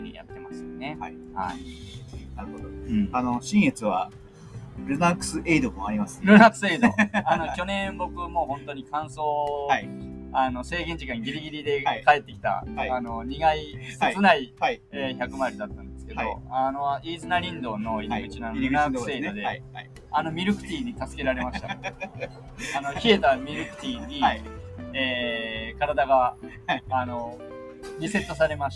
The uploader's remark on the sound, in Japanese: レッスン前に青空収録！